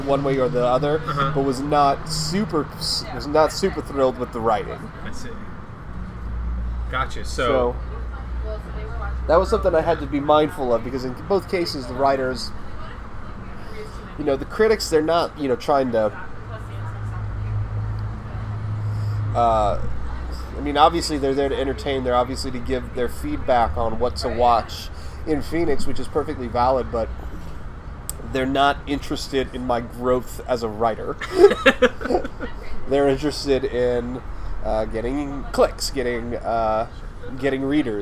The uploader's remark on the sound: at Original Chop Shop for lemonades and technical difficulties